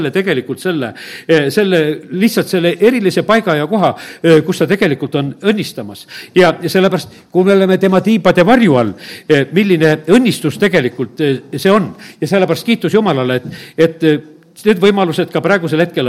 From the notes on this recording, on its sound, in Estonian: Audio salvestus koosolekult